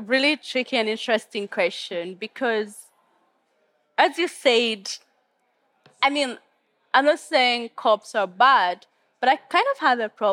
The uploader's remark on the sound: This Nordic Talks episode is the second of five special podcast episodes, recorded at COP28 in Dubai.